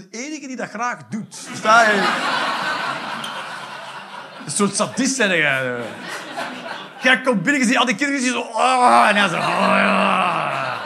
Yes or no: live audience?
yes